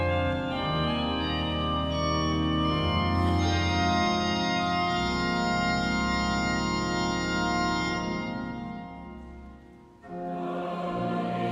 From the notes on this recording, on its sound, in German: Live-Gottesdienstübertragung aus der St. Johannes Kirche in Erding.